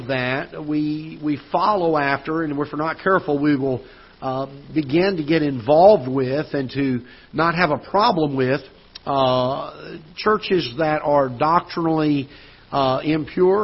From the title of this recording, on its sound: Ketha Heights Baptist Church ~ Live Broadcast